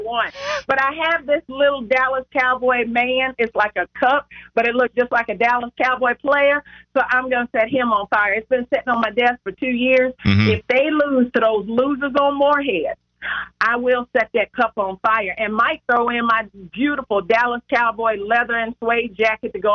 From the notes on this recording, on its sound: two special guests call in as well